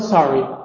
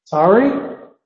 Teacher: Typical fall when you're just asserting. · Shown in: first take